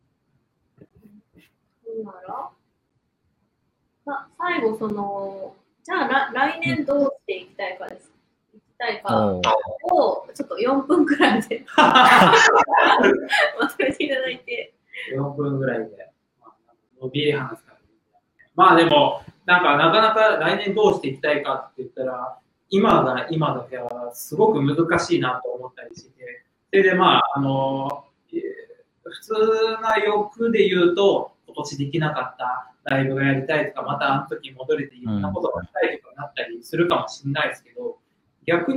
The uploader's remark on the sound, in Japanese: 今回はライブ配信を録音した環境が悪くかなりお聴きぐるしい所が多くなっております。